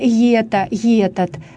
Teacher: Вот некоторые говорят «ета», «етат», надставляют «йод». Как бы прикрывают. · Term: надставка